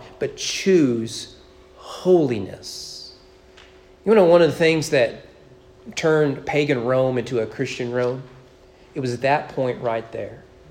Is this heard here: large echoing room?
yes